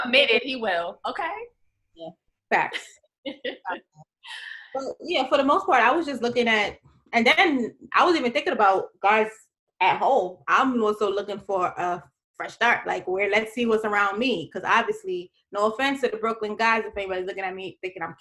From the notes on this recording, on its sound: Please excuse the sound quality